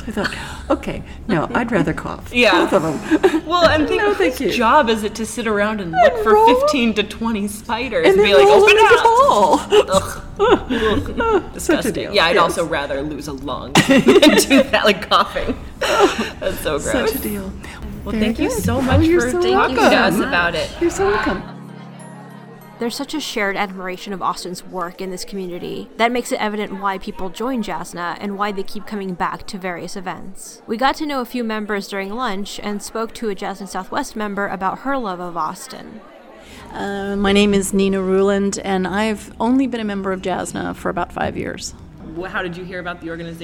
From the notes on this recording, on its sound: Interviews at the JASNA Southwest Spring Meeting. Report LIVE (somewhat) from the Jane Austen Society of North America Southwest conference.